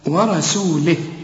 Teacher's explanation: السين طلعها سو مش صو، لا ورسوله، وعندي ياء صغيرة علشان تمدها حركتين عند الوصل